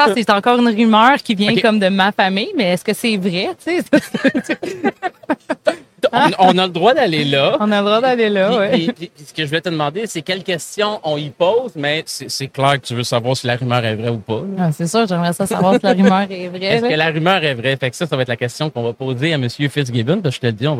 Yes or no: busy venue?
yes